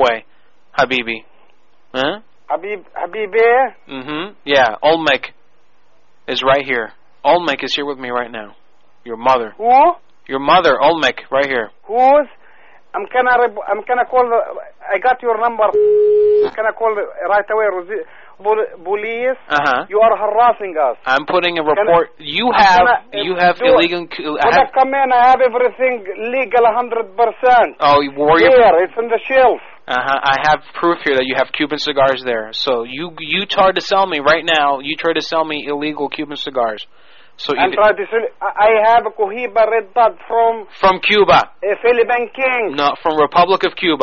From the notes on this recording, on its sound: Personal Prank Phone Calls Collection